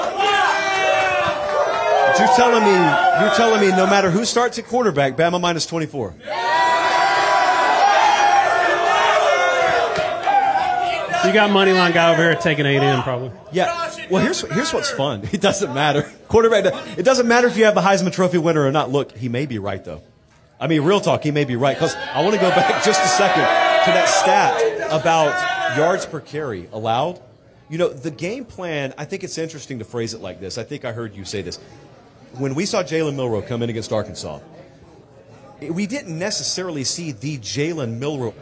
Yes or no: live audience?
yes